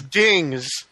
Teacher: That flip expertly represents how Buddy says thing. He doesn't pronounce the T or the H. He replaces it with a D. He says dings.